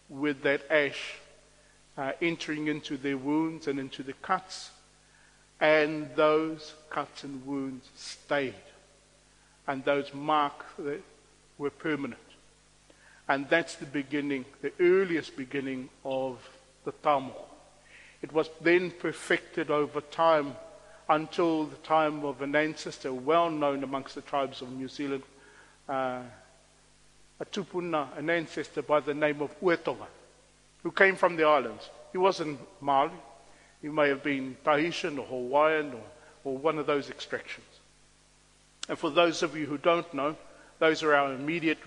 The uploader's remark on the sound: On Waitangi Day he presented a lecture.